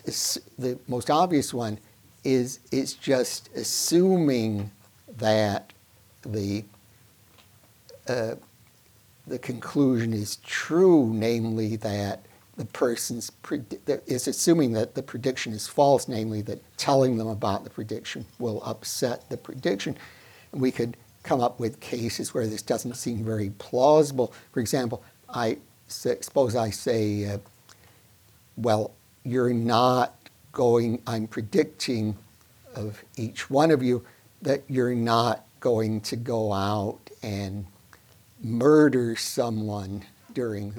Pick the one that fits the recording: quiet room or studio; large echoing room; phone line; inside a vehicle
large echoing room